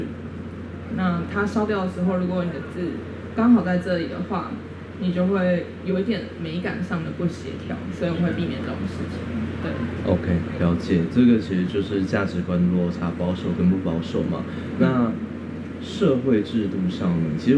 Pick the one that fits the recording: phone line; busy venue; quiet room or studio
busy venue